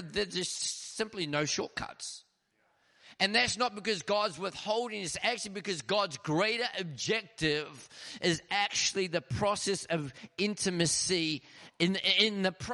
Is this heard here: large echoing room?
yes